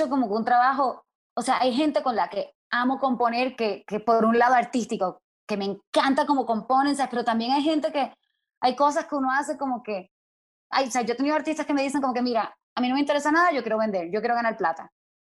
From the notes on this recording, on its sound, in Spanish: El Music Deal se conecta vía Zoom